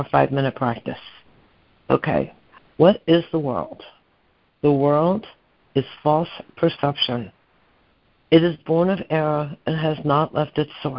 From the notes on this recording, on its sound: ACIM Daily Conference Call